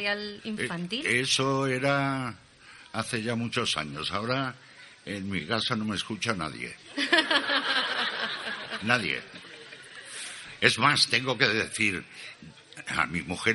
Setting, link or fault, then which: setting, busy venue